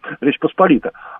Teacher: Посполита, да, на предпоследний слог ударения